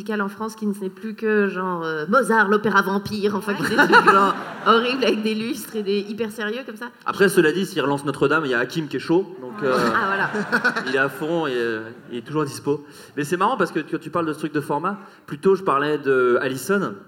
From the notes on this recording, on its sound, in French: De Retour En Public.